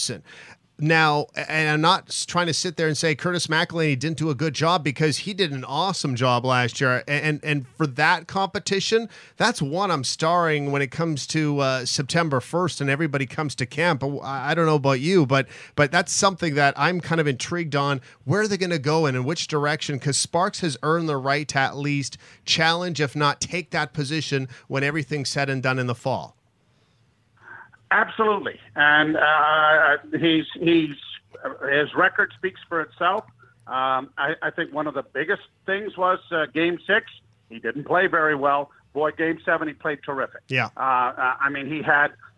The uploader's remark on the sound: Phone Interview.